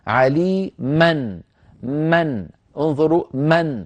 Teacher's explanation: نطقت ميما مفتوحة بعدها نون ساكنة. يعبر عن ذلك في الخط بميم فوقها فتحتان، أما الفتحة الأولى ففتحة الميم، وأما الفتحة الثانية فعلامة التنوين.